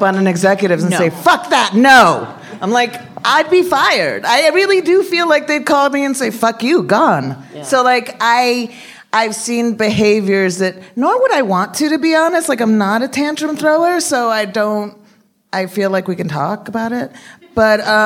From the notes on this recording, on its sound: Live at Dynasty Typewriter in Los Angeles. Recorded Live at the Dynasty Typewriter Theater.